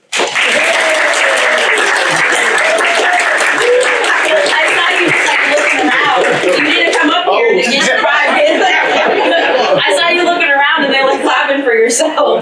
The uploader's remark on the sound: a replay of the CavnessHR Pitch competition hosted by Washington Maritime Blue